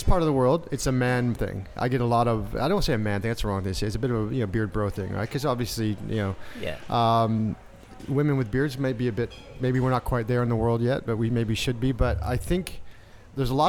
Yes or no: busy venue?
yes